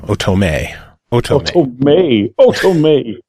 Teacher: The emphasis on the third syllable